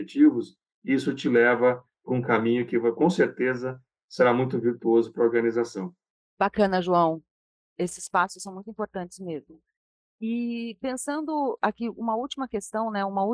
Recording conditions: video call